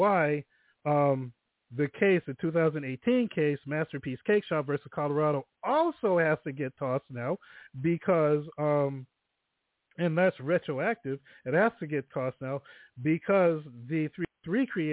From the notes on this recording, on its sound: THe phone lines are open in the second hour.